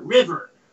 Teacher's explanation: If you're in Hudson County, it's New York, New Jersey, and people in New York laugh at the way we say R-I-V-E-R, river. We pronounce the R at the end on river, and they laugh at us, and they say it's river, the Hudson River.